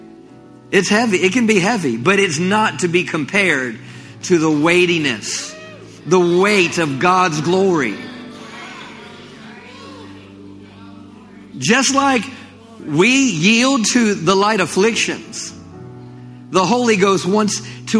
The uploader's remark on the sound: Summer Revival Nights. LIVE Midweek Service.